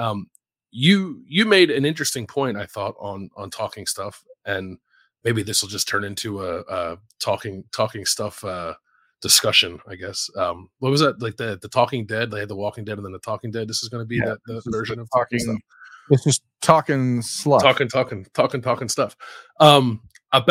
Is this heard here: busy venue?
no